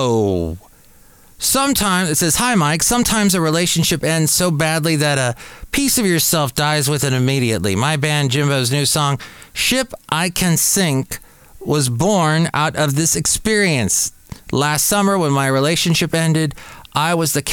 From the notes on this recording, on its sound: podcasts live from Café Anyway